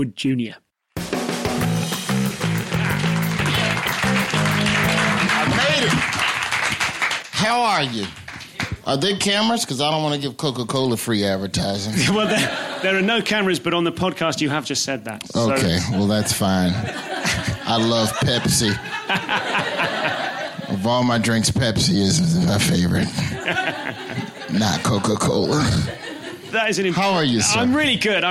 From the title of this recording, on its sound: Live at SXSW